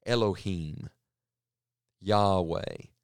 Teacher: these Hebrew names for God, Elohim, Yahweh, that's the names for God used here, sound more like breathing than they do like words